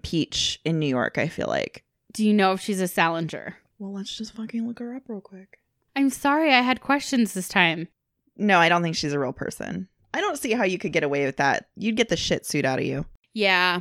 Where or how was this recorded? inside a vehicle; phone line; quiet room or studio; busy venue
quiet room or studio